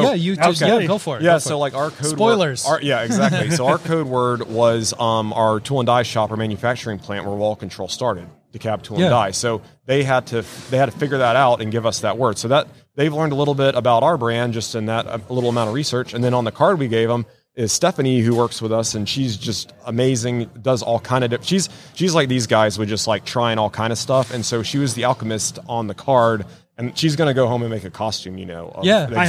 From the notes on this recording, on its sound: LIVE from WORKBENCHcon 2022